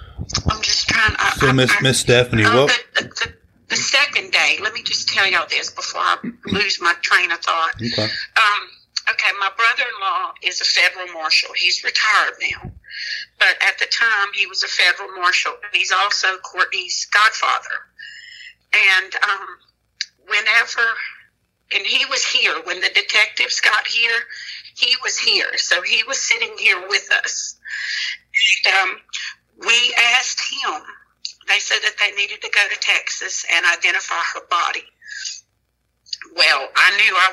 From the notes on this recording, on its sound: This episode is an unedited and emotional phone conversation